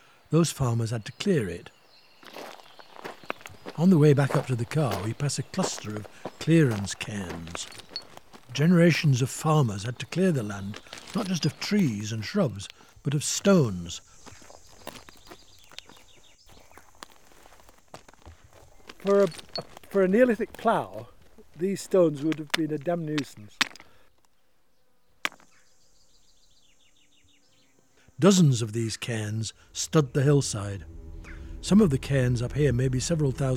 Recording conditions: outdoors